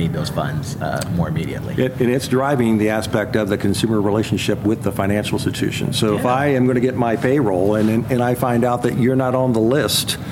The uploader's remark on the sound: LIVE FROM MONEY 20/20